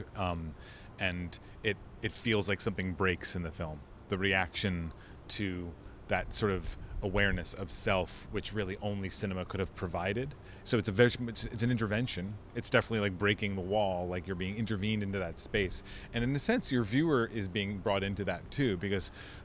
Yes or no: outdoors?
yes